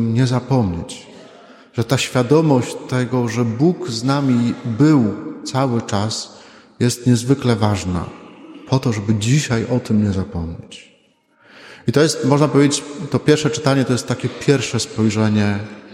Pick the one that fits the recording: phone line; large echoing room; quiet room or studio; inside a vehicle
large echoing room